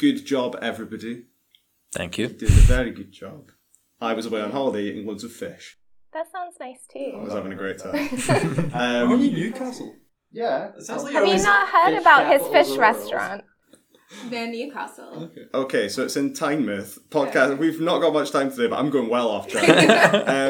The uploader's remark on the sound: The room gets hotter and hotter as we go on, and the mics each present their own problems.